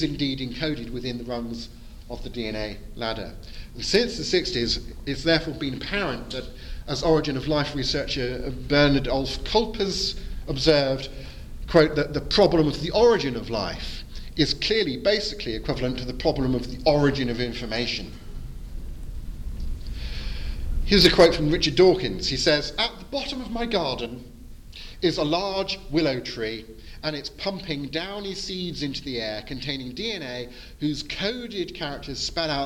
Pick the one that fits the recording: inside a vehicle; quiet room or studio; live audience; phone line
live audience